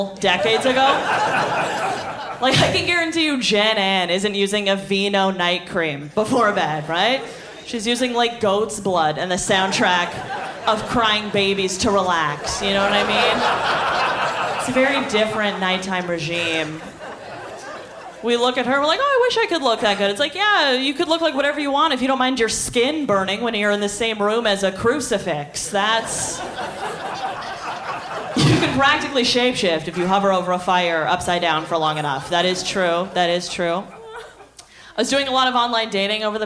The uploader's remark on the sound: Live from the inaugural Big Sound Comedy Festival in Parry Sound!